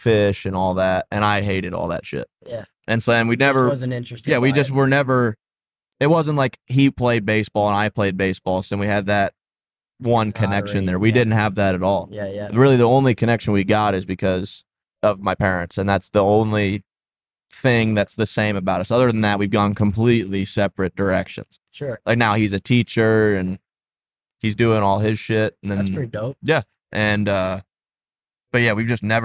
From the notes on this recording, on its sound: Set up the mics in the Tacoma as we're headed for the mountians to shred the gnar. Lost most of it due to technical difficulties with the mobile set up.